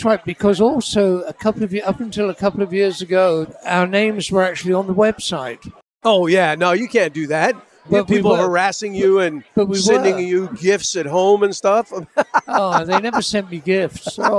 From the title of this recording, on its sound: Live from the 2022 World Oil Awards